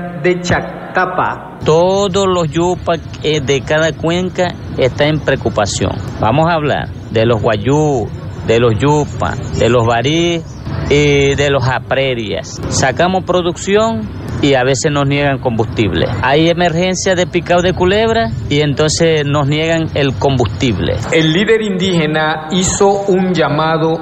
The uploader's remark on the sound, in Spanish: en vivo desde el hotel del lago en el marco de la ExpoZulia 2022